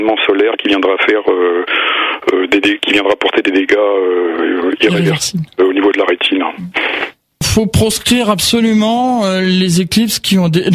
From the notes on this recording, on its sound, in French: par téléphone